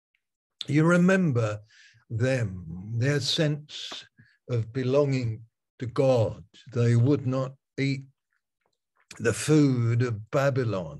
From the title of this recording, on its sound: Malaysia Meets (Zoom)